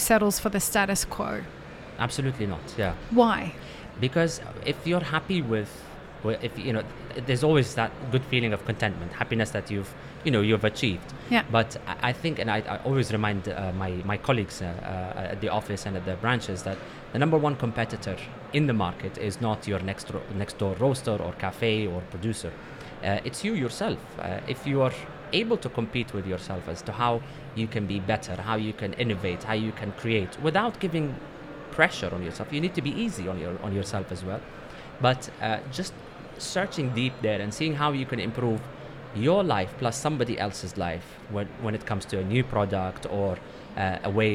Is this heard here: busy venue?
yes